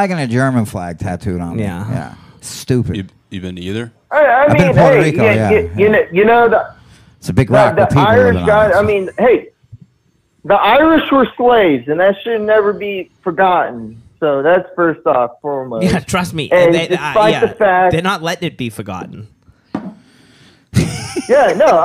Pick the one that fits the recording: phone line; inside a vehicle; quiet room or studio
phone line